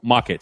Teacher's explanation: O pessoal da região, em Boston e Cambridge, eles não pronunciam muito o R